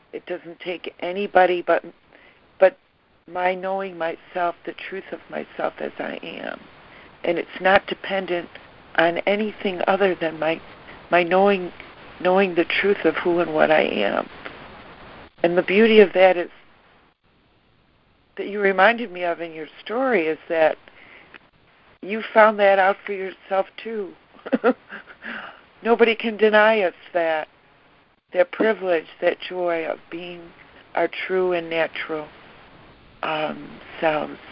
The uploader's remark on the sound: ACIM Daily Conference Call